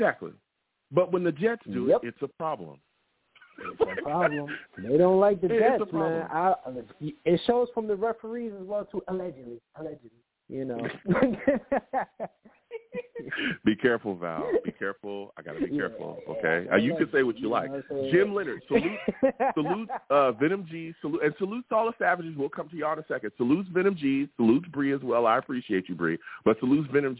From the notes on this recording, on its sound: I take live callers!